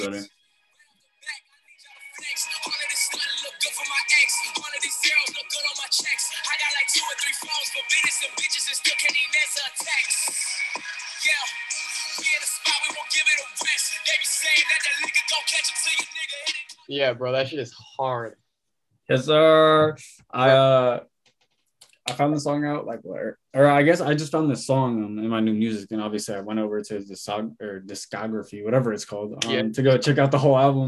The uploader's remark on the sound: hop on Zoom